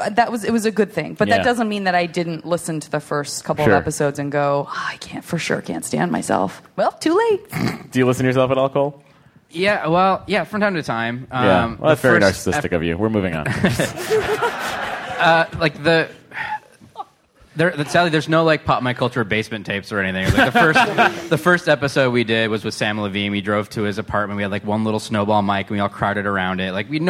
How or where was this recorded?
live audience